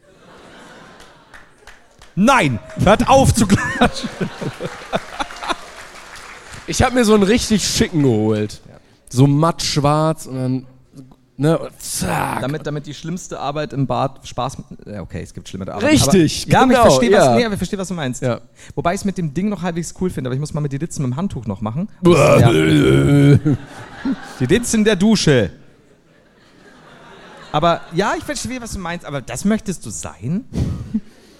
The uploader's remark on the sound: LIVE in Leipzig